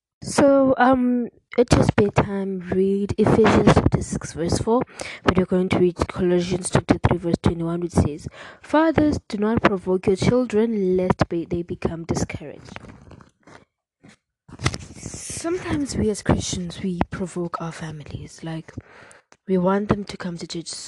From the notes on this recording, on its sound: Apologies for the disturb sounds if any